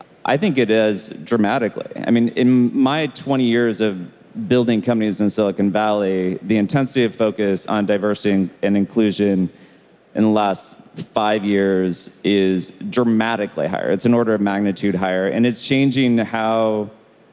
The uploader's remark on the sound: Live interviews from the 2019 Collision conference in Toronto, Canada.